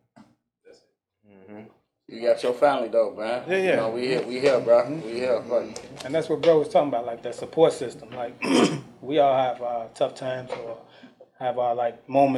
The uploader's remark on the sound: go on location to one of the best barber shops in Atlanta RX-Elites.